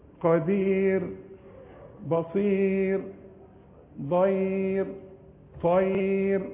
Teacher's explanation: بكل راء قبلها ياء عند الوقف ملكش دعوة بتشكيلها رقاقها